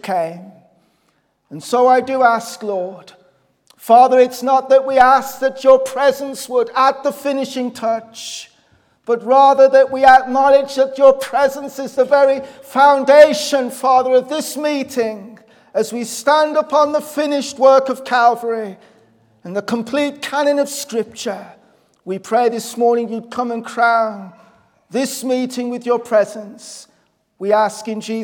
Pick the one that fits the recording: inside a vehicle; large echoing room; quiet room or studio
large echoing room